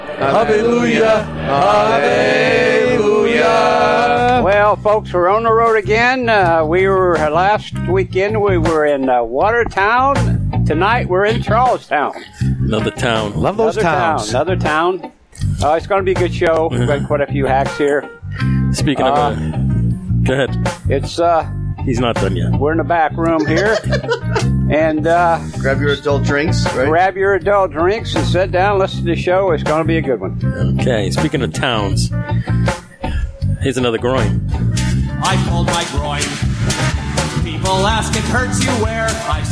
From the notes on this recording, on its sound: Local Spotlight: Boston cigar Club, Charlestown, MA. Our first episode from the Boston Cigar Club.